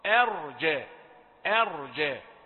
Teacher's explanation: آ همزة رقيقة ثم الراء مفخمة